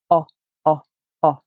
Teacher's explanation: O is a low back vowel. So to make the O sound, your tongue needs to be low in your mouth.